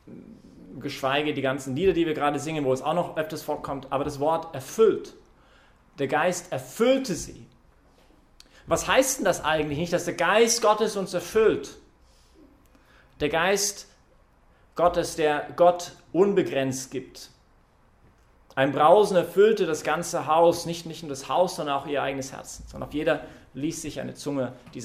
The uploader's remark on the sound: Das war Thema in dieser Predigt heute Abend (23-5-2021) bei der YP Messe im Zentrum Johannes Paul II.